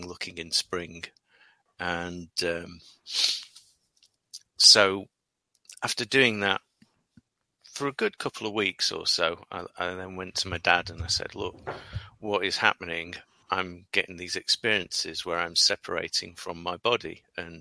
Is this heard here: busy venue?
no